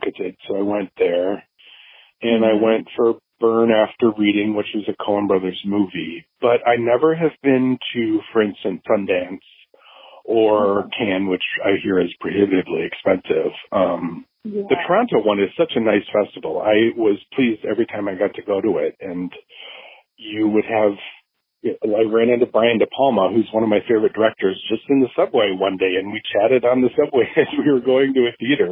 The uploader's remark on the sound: The conversation was recorded using Google Voice so while it isn't perhaps as crystal clear as some of the others.